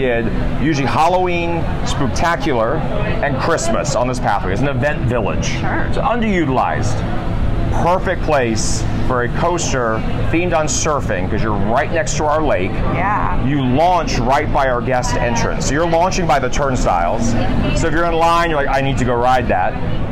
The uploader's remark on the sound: Join her in this live audio from the attraction's media day.